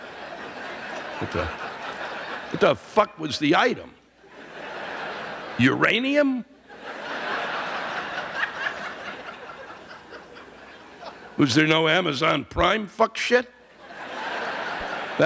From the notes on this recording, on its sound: This week’s live rants come from the Hippodrome Theater in Baltimore, Maryland.